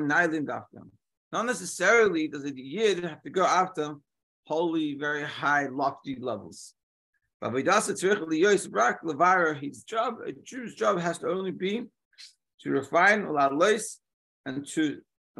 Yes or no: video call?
yes